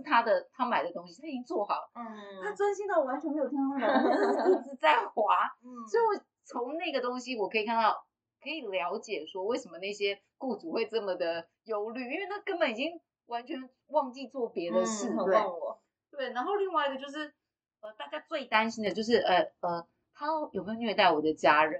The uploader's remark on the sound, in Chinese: 內湖分館市民生活講座。本集錄音音質仍在持續調整中，如有瑕疵請大家多多包涵。